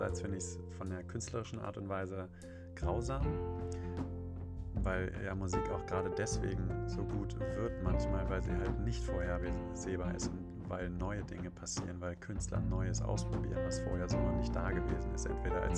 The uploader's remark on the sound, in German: Aus privaten Sprachnachrichten wird nun ernst - aus dem Smartphone in die Öffentlichkeit!